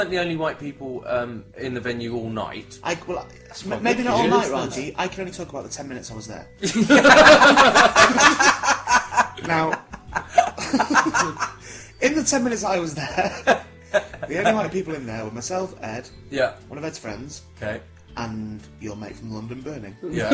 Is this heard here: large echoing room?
no